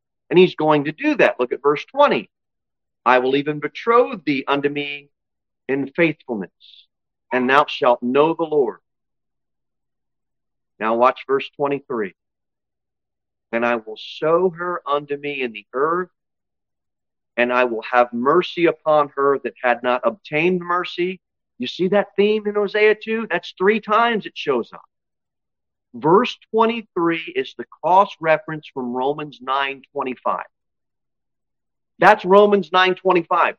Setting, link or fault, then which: setting, large echoing room